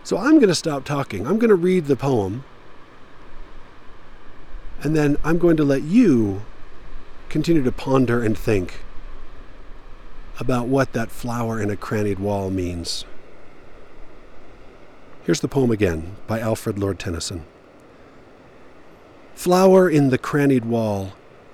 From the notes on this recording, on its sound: I recorded this midway on a hike last week, watching the spring run-off block my path.